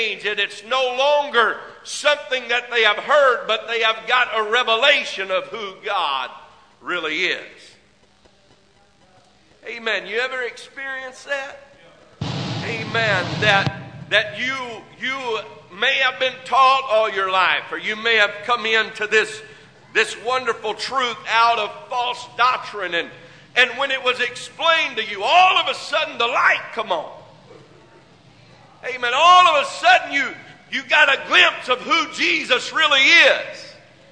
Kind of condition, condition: setting, large echoing room